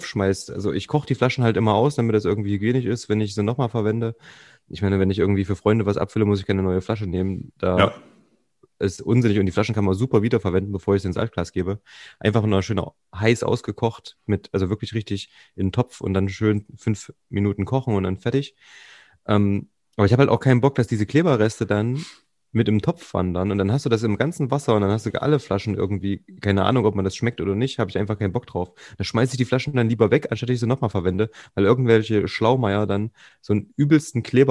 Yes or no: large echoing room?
no